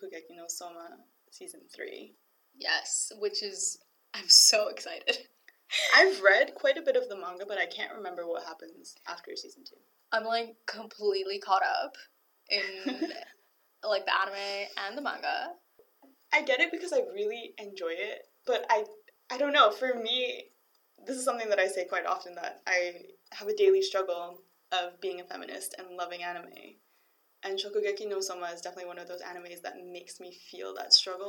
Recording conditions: poor sound quality